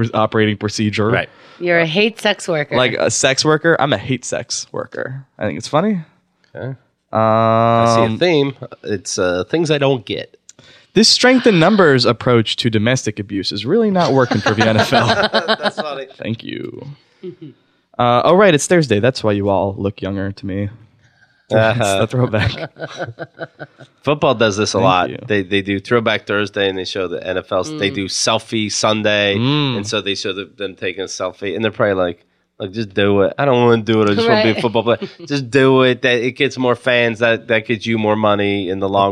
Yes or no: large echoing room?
no